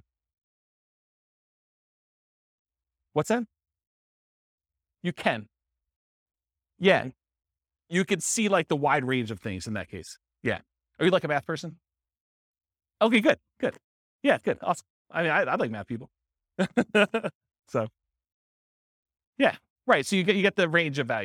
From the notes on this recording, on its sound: This was a live class recorded